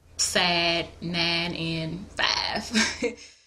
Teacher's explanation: Just like white Southerners, African-Americans typically say ah instead of I. So instead of the words side, nine, or five, you might hear sad, nine, and five. · Term: monophthongization of I